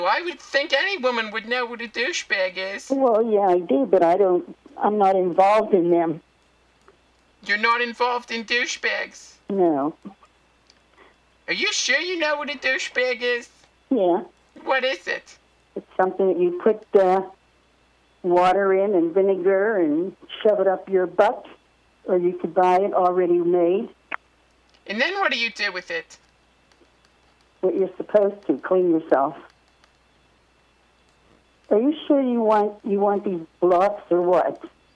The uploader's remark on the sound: …'s Personal Prank Phone Calls Collection.